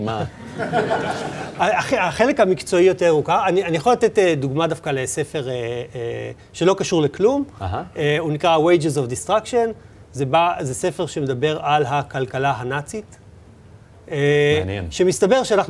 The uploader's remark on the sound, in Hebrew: פרק מיוחד שהוקלט בפני קהל חי במשרדי קאטו נטוורקס.